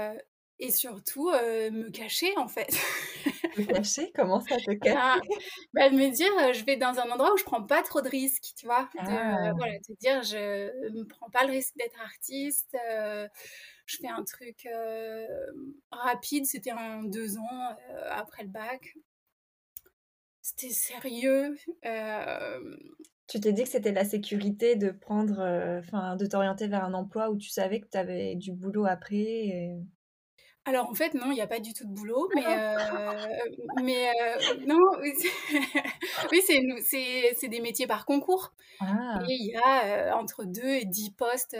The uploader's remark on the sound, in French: Mon micro ne fonctionnait pas le jour de l'enregistrement, ce qui explique la qualité de son pourrie !